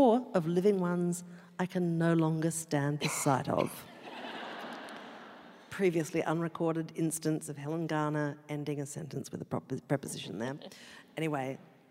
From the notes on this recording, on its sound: Live from QPAC Concert Hall, Brisbane. Live show.